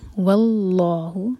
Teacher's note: وا کو لائٹ رکھیں گے، لام میں جلالہ، ہیوی